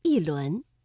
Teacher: 第二句“一轮明月”，这里的“一”读四声